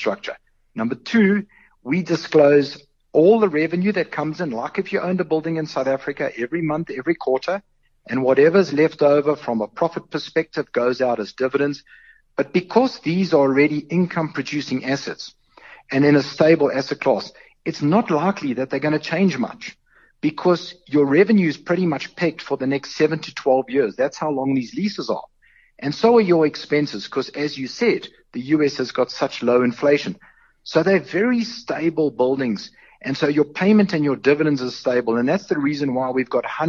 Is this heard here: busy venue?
no